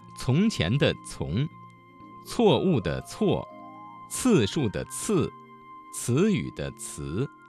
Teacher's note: 思，才下眉头的才等等。这里我们继续为大家讲解发好声母滋呲呲的要领。声母滋呲呲发音的时候，舌尖平伸靠近上齿背，形成一条合缝，让气流从中挤出来，声带颤动，大家可以自己感受一下。具体来讲，发音的时候，滋和呲要有爆破感，丝要有摩擦感